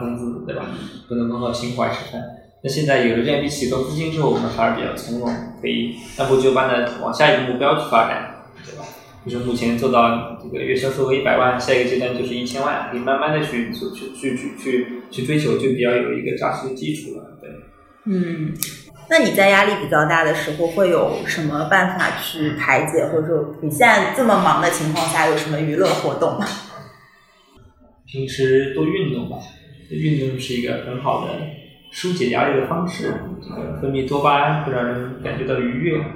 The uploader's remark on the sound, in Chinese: 虽然当时办公室装修还比较毛坯。本期线下录制有环境音，不影响对话内容收听。